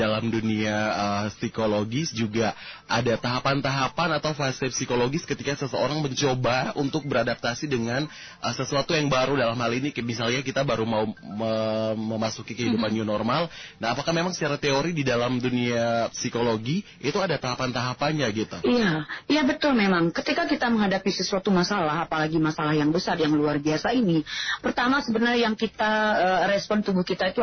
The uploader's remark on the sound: Sahabat On the Phone